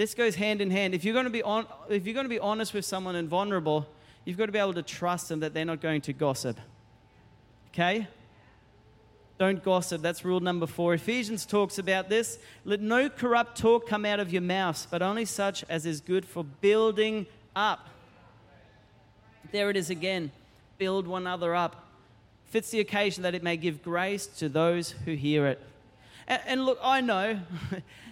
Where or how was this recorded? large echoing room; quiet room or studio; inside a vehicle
large echoing room